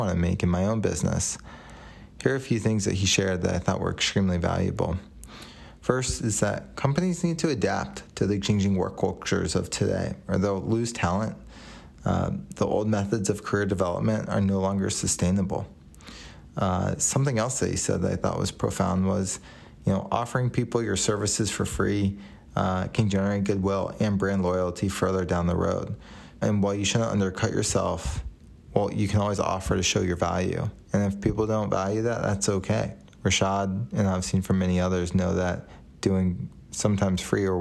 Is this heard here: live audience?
no